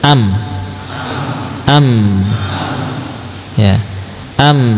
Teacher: Saat bibir mengucapkan mim, maka ada suara gunnah yang melewati, ya, khoisum tadi.